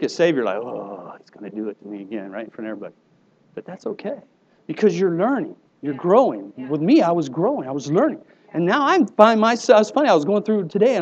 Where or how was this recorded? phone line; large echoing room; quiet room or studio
large echoing room